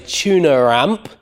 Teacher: I say tuner amp with a r, and that's the linking r